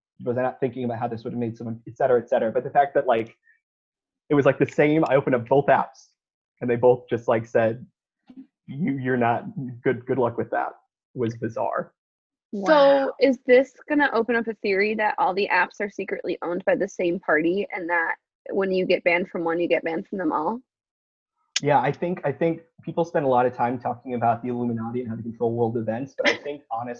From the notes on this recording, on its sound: The girls finally figure out technology and have their first ever zoom date.